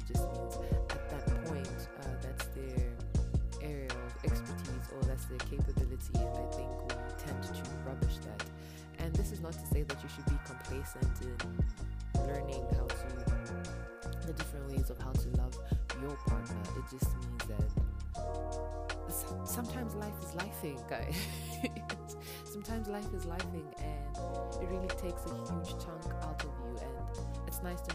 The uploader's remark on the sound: I apologise my voice sounds a bit low, I am battling seasonal allergies.